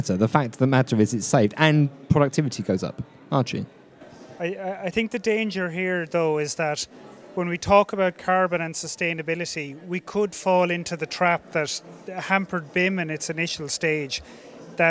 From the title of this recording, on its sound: Live from Dublin